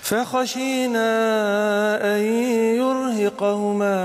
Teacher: لازم نمشي نفس في الخاء عشان ما تبقاش غي